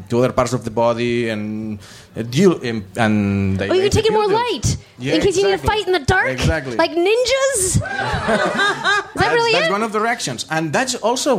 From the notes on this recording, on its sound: Live in DC.